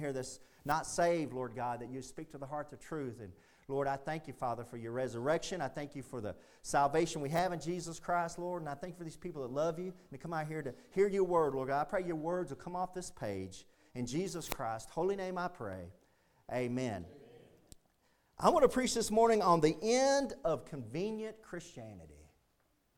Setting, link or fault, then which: setting, large echoing room